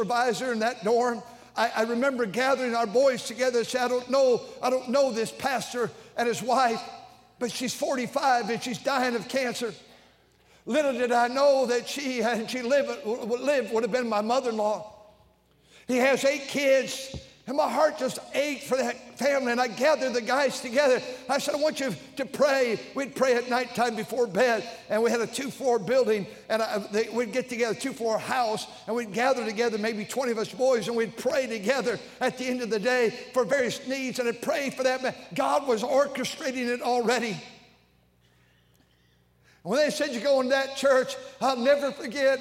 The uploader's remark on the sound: during the Sunday Evening service on June 18, 2023, at North Valley Baptist Church in Santa Clara, California.